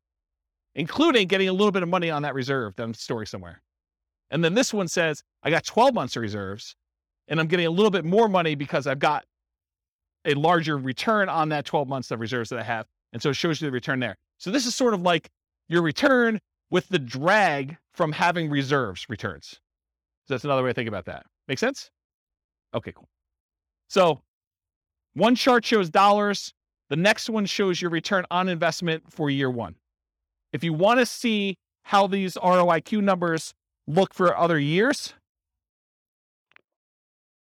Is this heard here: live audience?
yes